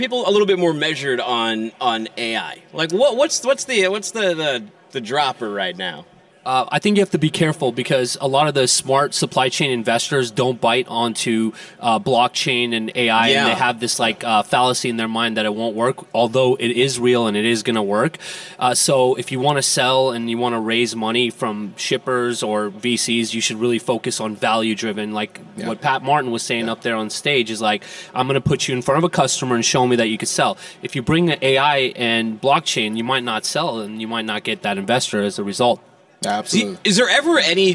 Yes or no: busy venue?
yes